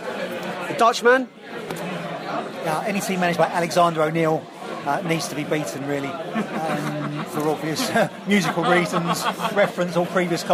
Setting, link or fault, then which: setting, busy venue